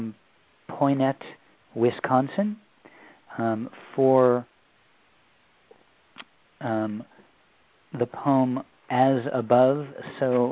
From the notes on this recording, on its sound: We also had several poets who scored in the top 10 spots call in and share their winning poems after their names were announced.